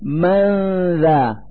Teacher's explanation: نلفظ النون الساكنة من كلمة من مخرج الذال من كلمة ذا، فنقول من ذا مع إظهار الغنة التي تدل على وجود نون ساكنة.